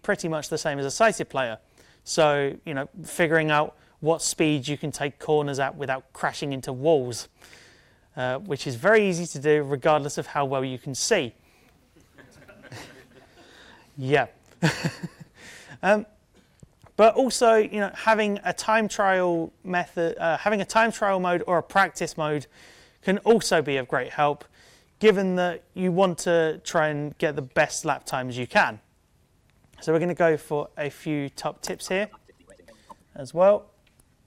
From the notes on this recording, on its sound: A talk at the 2018 Gaming Accessibility Conference